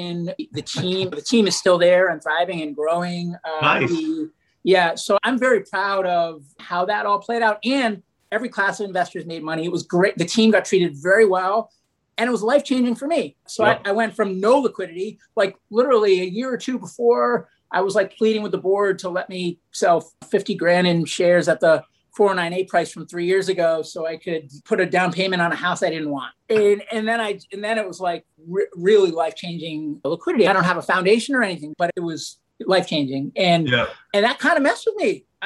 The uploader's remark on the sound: A virtual fireside chat.